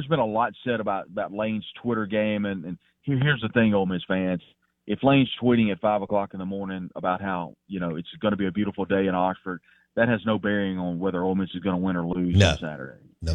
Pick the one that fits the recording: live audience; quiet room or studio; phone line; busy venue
phone line